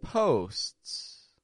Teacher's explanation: making that s, the tongue goes up and stops the air, s, and then releasing a second s